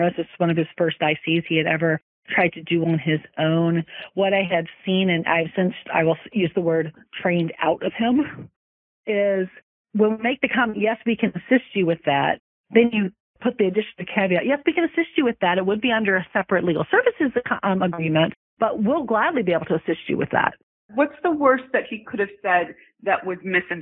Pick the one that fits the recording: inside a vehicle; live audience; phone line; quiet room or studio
phone line